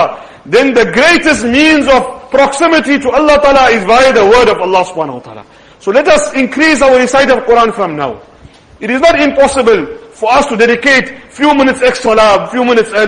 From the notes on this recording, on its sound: Jumuah lecture